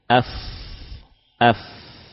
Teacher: Sebagian rujukan menyebutkan fa muncul dari gigi seri atas dengan tengah bibir bagian bawah. · Term: Huruf fa